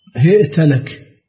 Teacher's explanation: هشام قرأ بكسر الهاء مع همزة وفتح التاء